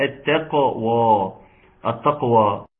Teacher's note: لازم توضح التاء المشددة · لام شمسية حكم الإدغام، إدغمت في التاء ثم قلقلت القاف